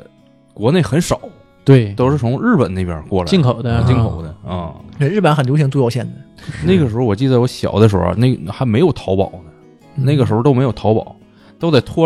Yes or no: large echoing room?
no